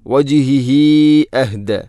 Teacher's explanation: ഹംസ വന്നാൽ മദ് മുൻഫസ്സിൽ പോലെ നീട്ടണം, നാലോ അഞ്ചോ ഹർക്കത്തിന് തുല്യമായിട്ട്. · Term: സിലത്തു തൊവീല